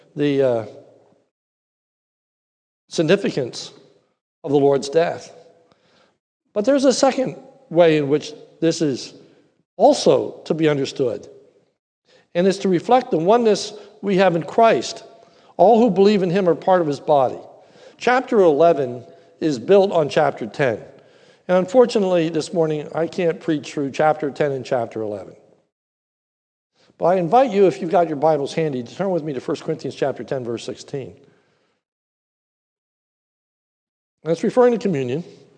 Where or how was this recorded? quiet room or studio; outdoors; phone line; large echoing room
large echoing room